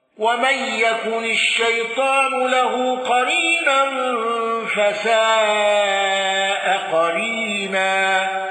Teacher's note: خلف عن حمزة بالسكت على المد المتصل